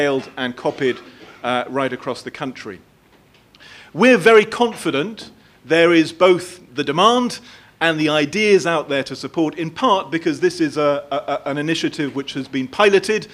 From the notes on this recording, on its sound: Audio from our Digital R&D Fund launch event, Friday 13 July at Sadlers Wells